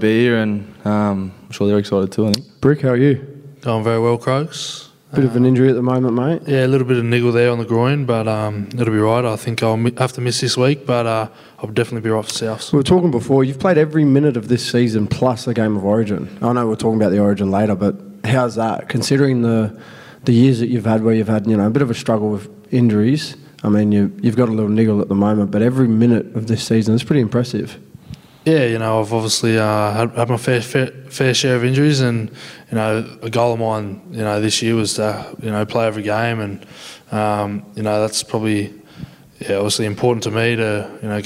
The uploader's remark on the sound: As part of Member Appreciation Round, we held a live podcast with a few of our loyal Members at the Club's Centre of Excellence.